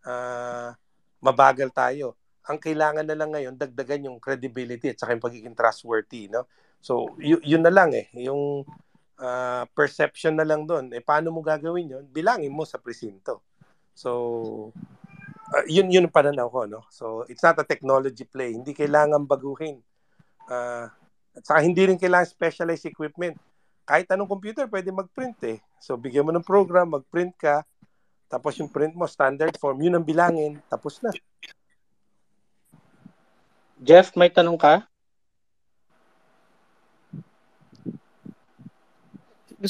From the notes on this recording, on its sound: a live conversation we did over Twitter Spaces